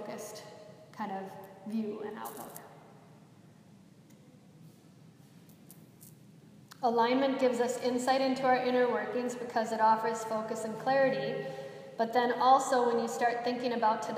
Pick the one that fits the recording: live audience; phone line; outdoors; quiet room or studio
live audience